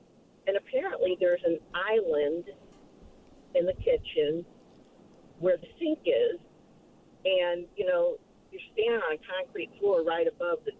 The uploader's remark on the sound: More Phone Calls.